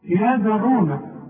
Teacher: لازم أقلقل الدال عليها السكون · Term: قلقلة